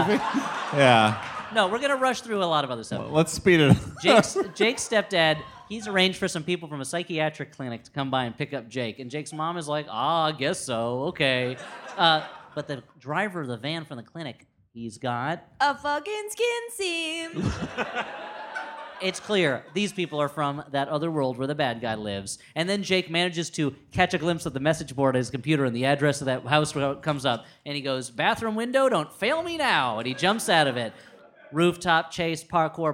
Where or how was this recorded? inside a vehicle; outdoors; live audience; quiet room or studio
live audience